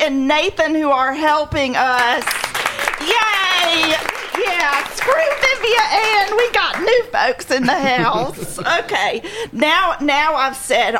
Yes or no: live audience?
yes